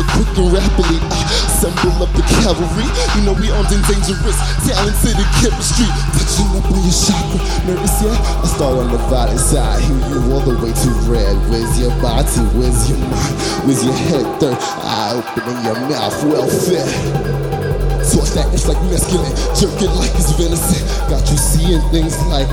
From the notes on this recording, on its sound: Live from SXSW.